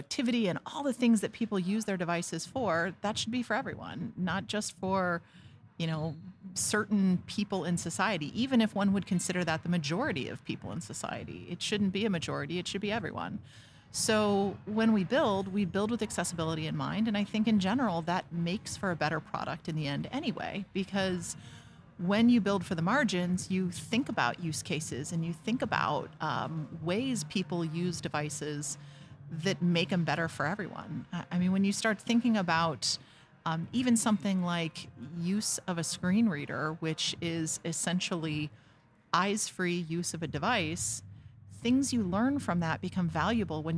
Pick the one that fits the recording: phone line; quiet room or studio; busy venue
busy venue